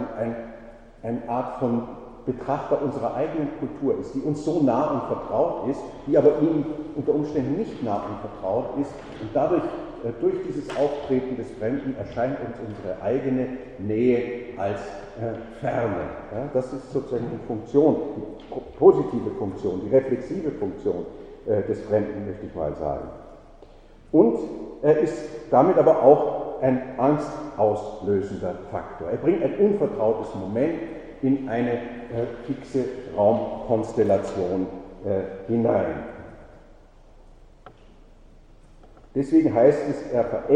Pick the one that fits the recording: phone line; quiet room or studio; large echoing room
large echoing room